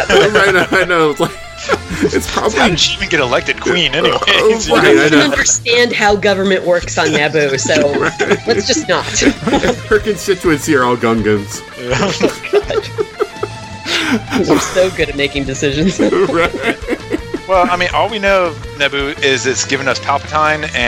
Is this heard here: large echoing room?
no